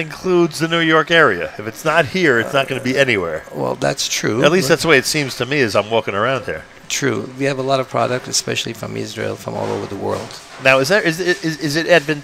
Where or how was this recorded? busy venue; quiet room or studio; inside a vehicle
busy venue